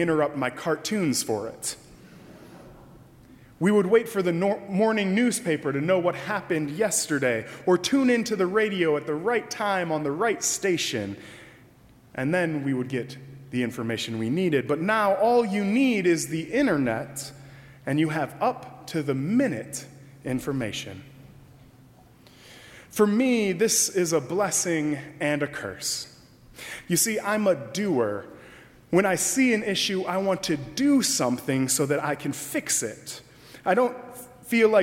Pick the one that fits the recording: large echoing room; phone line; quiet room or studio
large echoing room